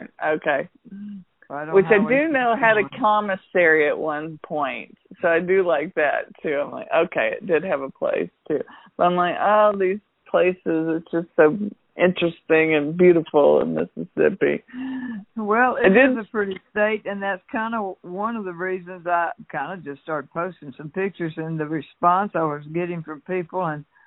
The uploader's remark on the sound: Had a fun phone conversation